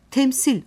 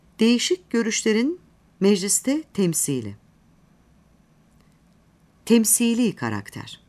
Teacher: Ancak kapalı heceyle biten bu sözcük, ünlüyle başlayan ek aldığında kapalı hece açık heceye dönüşmekte, asli uzunluğuyla söylenilmektedir. · Shown in: second take